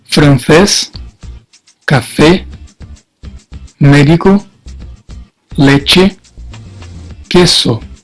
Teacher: El sonido es siempre cerrado, incluso cuando lleva la tilde.